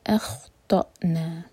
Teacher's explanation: حمزہ ساکن پر cut off sound